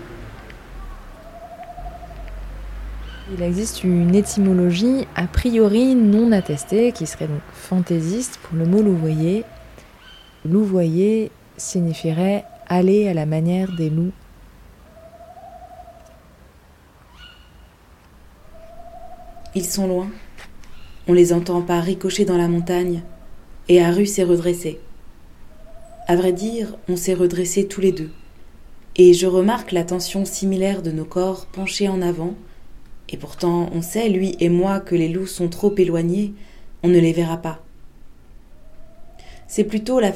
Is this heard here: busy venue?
no